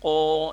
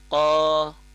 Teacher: Kalau monyong dia akan berbunyi oh, tapi kalau apa, tidak monyong ia akan berbunyi qa, qa dengan qo, itu akan beda ya.